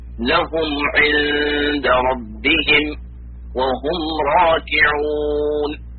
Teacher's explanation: إخراج الميم الساكنة من مخرجها من غير غنة كاملة ولا وقف ولا سكت ولا تشديد، ويسمى إظهارا شفويا يكون مع غير الباء والميم من حروف الهجاء.